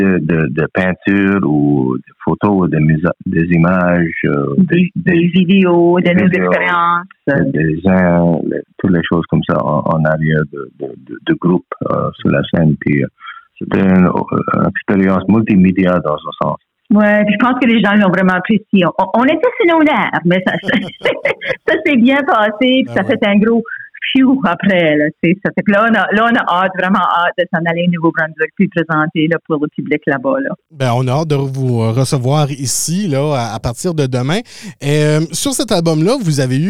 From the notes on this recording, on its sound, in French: Par téléphone les deux membres de la formation.